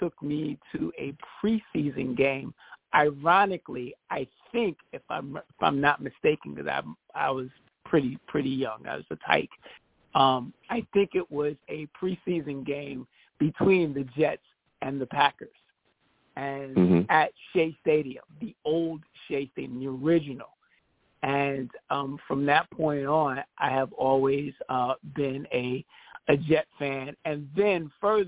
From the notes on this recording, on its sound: I take live callers!